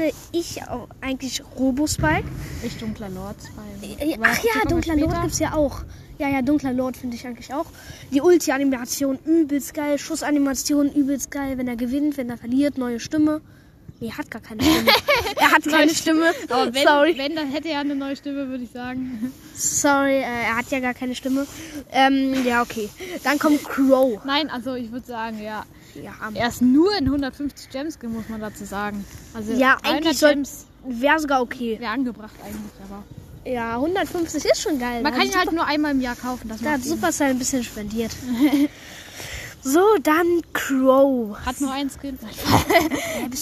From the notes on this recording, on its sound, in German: Wir haben draußen aufgenommen sorry für Hintergrundgereusche.